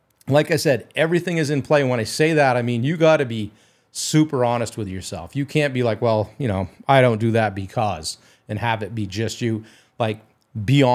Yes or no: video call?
no